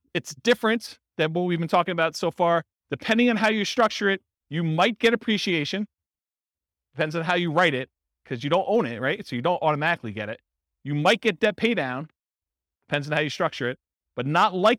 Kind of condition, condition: setting, live audience